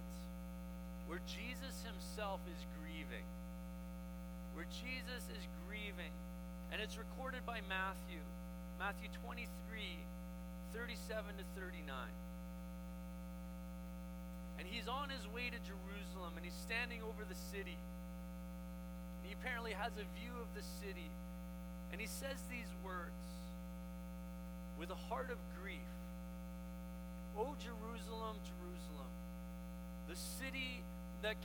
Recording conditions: hum or buzz